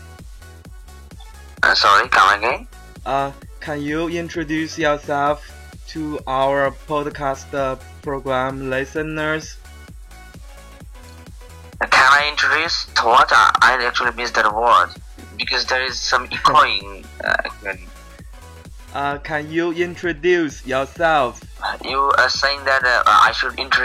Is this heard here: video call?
yes